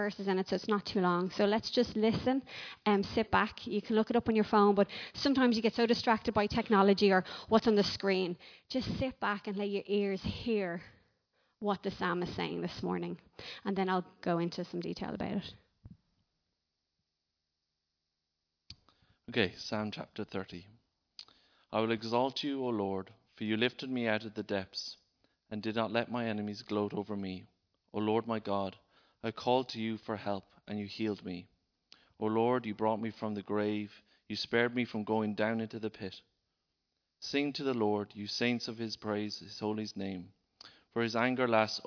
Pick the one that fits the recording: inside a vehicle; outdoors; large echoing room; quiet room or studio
large echoing room